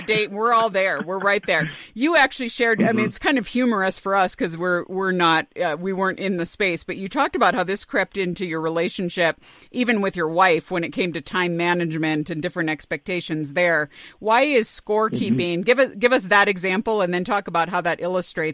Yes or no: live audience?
no